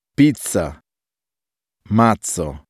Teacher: The double consonant doppia Z is lengthened